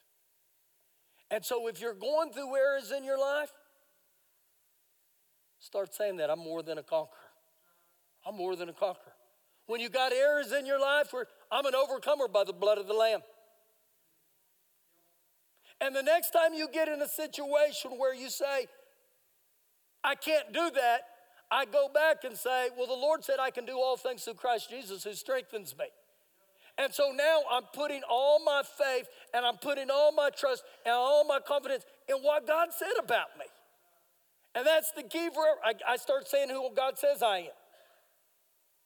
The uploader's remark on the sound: Recorded live during our Wednesday night service